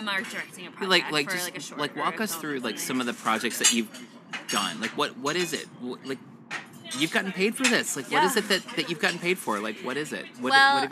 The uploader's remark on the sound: In this episode we go on location (socially distanced, of course) to chat with an art director and designer in her natural habitat: a tapas bar.